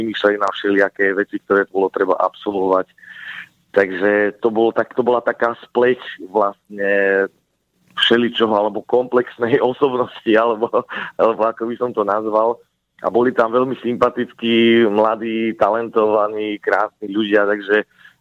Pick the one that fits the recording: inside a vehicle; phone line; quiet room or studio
phone line